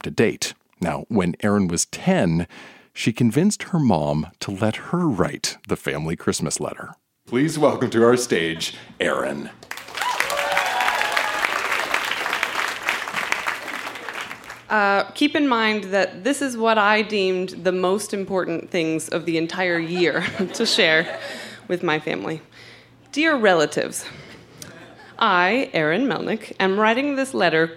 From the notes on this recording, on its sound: Recorded live at The Tranzac Club in Toronto, ON.